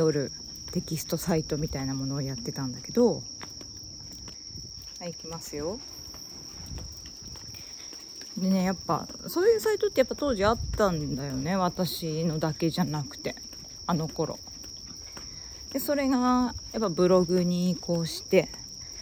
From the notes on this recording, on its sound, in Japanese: おさんぽでPCM録音アプリを試してみたよ。アプリ PCM録音でステレオRECがどうできるかなテストを しながら。